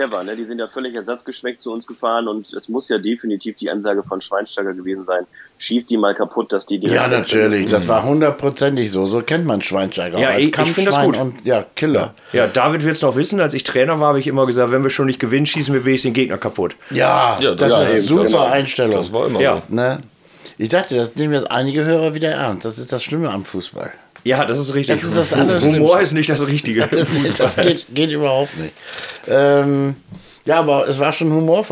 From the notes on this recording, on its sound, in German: der per Telefon zugeschaltete